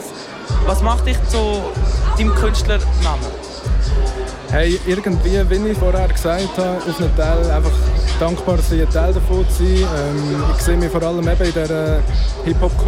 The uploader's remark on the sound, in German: Live vom Hood Look Good -Festival. Make the Hood Look Good live aus Aarau. Live vom Hood Look Good -Festival.